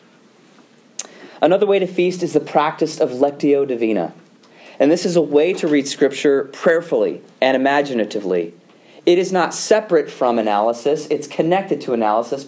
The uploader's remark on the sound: delivers a lecture to the Student Theological Society of Moody Bible Institute